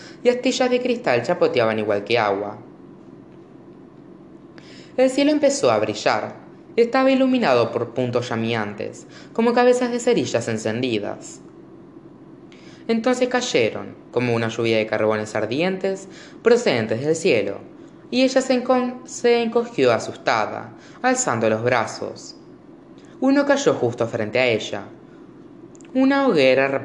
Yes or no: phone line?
no